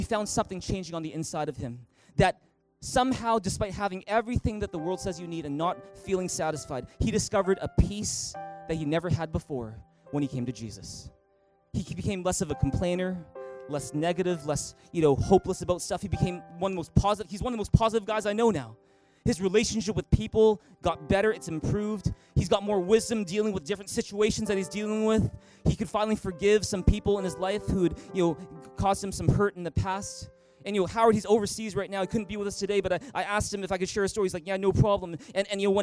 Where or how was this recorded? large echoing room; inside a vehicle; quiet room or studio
large echoing room